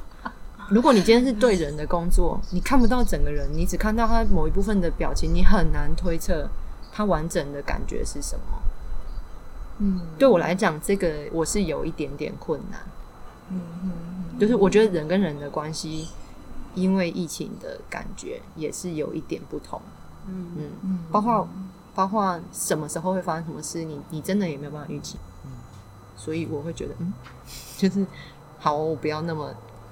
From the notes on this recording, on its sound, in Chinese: 是我們第一次在戶外錄音。很多的環境音：鳥鳴聲、隔壁桌講話、工程噪音什麼的都被錄進來了。但也因為這樣，是現場感十足的一集，雖然有些噪音，但人在view很好的戶外，邊泡茶邊錄podcast，非常流動，。